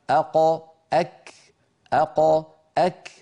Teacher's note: فتجدون بأن الكاف متقدمة قليلا على مخرج القاف